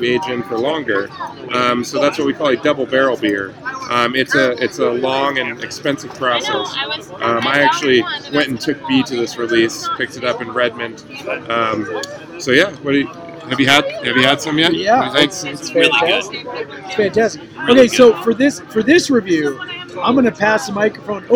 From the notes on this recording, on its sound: Live show! From the postgame tailgate. We hauled our microphones and computers over the mountains and then hauled them out to record a podcast after watching the spring game. There were too many people to name.